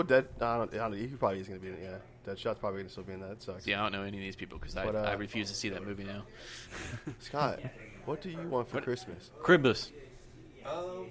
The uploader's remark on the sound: Live from Midway Craft House in Denton TX.